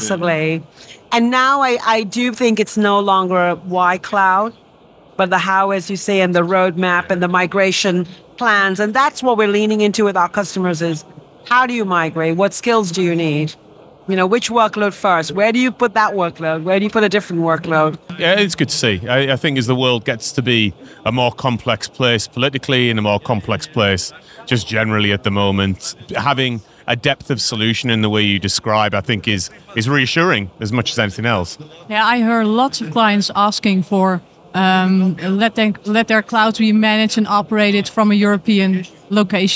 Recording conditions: busy venue